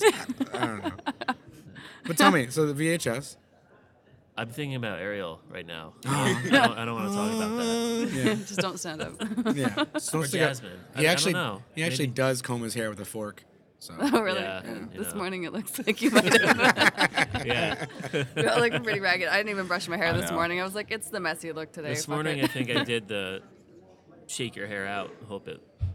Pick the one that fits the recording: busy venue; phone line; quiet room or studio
busy venue